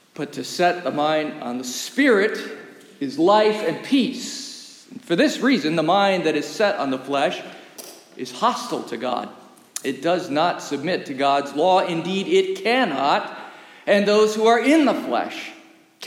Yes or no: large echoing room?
yes